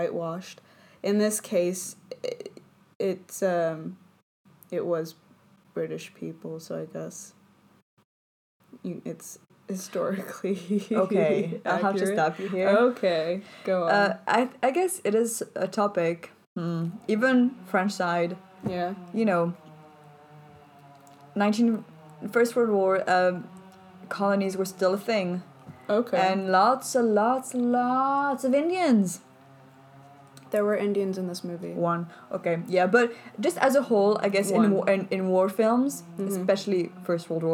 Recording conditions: sounds in the background